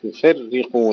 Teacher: انتبه إلى كلمة يفرقون، اكسر الراء جيدا. يفرقون قبل أن تنتقل إلى ضم القاف. يفرقون.